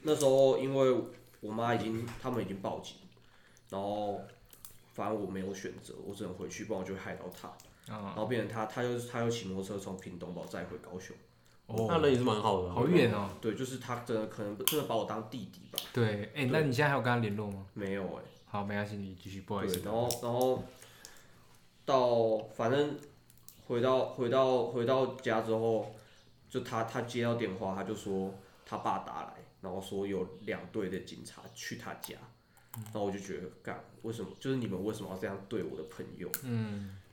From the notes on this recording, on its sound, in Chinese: 本集嘗試邊嗑瓜子邊錄音